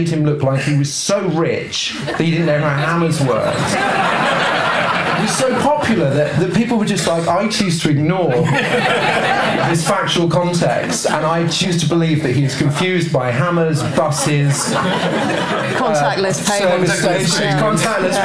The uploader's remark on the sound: Live at London’s Comedy Store. Gathering before a well-refreshed audience at London’s world-famous Comedy Store.